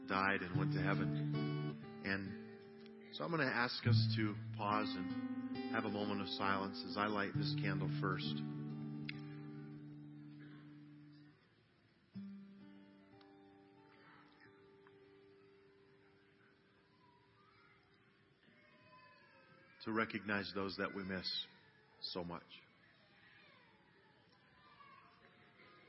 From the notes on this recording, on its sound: CHRISTMAS EVE CANDLELIGHT SERVICE - Audio.